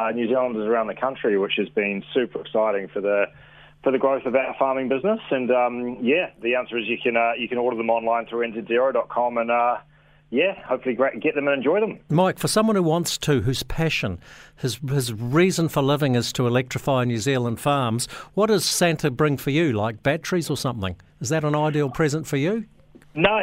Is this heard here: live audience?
no